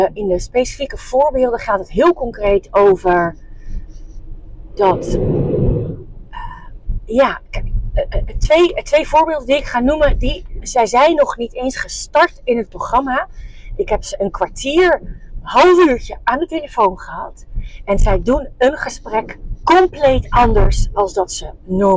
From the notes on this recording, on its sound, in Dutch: Excuses voor de achtergrondgeluiden!